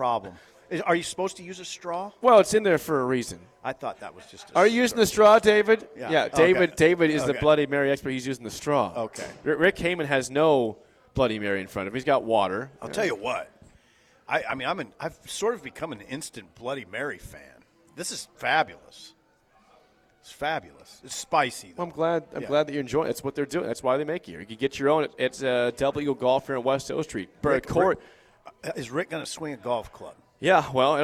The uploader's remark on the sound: LIVE from Double Eagle Golf on West O Street. LIVE REMOTE for the first time in 7 years, and the place is packed.